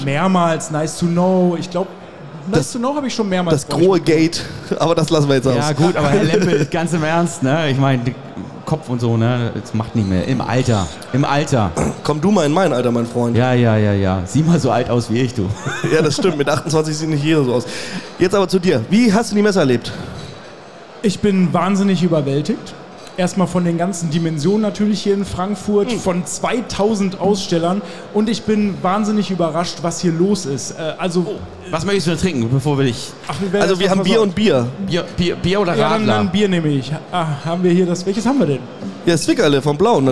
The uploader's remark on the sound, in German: Messe - Tag 5 LIVE. Der Live Podcast von der #CratorStage der ISH 23 Frankfurt.